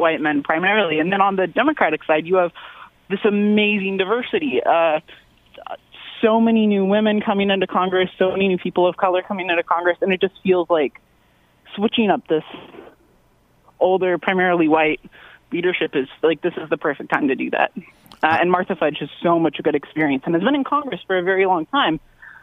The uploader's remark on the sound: Answers listener phone calls.